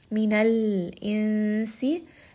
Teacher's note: Mim has a shadda, so rest on this, give it some ghunna, bring it up into the nose.